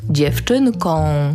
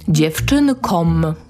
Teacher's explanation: Gdy mówimy o jednej dziewczynce, książce, lalce, na końcu mamy dźwięk on. Interesuje się dziewczynką. Ale gdy mówimy o kilku dziewczynkach, lalkach, książkach, to na końcu mamy dźwięk om.